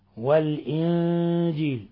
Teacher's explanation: نون ساكنة جاء بعدها حرف الجيم الحكم التجويدي، إخفاء حقيقي